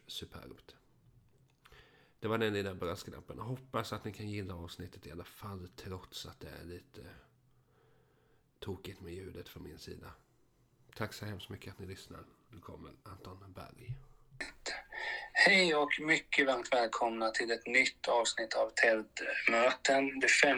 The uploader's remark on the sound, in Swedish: En brasklapp är att det blev något vajsing med ljudet under inspelning. Mitt ljud påminner om telefonröst.